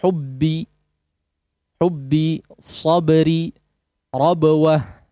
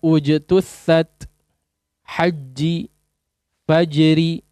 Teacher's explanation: Syiddah itu tertahan aliran suaranya, jahar itu jelas. Jadi kejelasan dan tertahannya aliran suara, terputusnya aliran suara pada dua huruf ba dan jim betul-betul diperhatikan. · Term: syiddah dan jahar